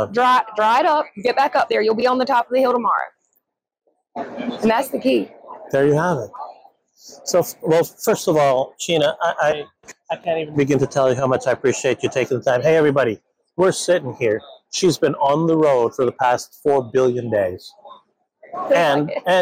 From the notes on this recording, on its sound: live from the 2023 ADA SmileCon show floor